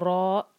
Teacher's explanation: یہ ہمیں دو حرکہ کھینچنا ہے اور را کو بھاری پڑھیں گے